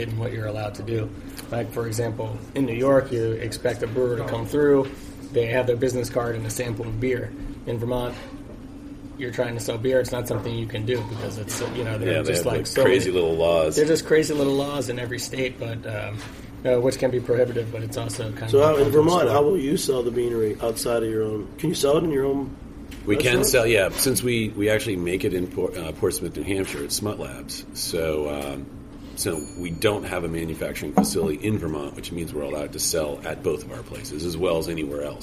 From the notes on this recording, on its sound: Special off-site recording of Beer Sessions Radio at the Blind Tiger. Tune in for a special off-site recording of Beer Sessions Radio at the Blind Tiger!